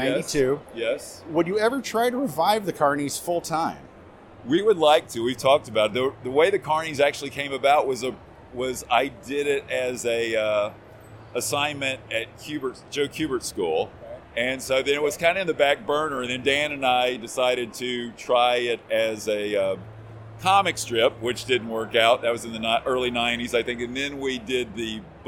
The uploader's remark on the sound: South Carolina's premier comic convention. Had an opportunity to speak with these gentleman from the convention floor.